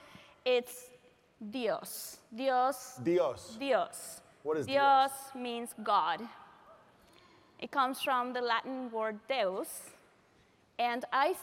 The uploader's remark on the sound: Live Audience Q&A. Recorded LIVE at The Summit of Greatness 2023.